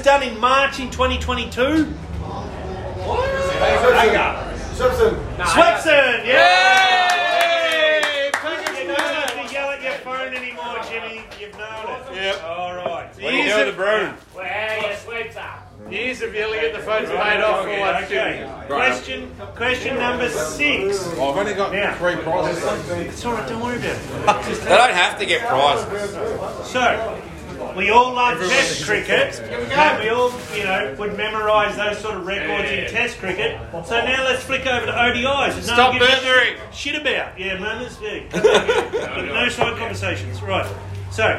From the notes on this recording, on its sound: they decided to do a live recording with some of their most loyal fans in attendance.